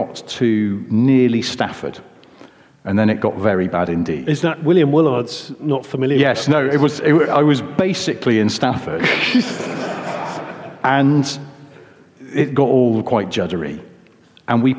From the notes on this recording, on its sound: Hello London! In front of an audience at the London Concours.